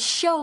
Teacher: 这个 show 这边的 ow 是发 o 的这个发音，它也是一个双元音的这个形式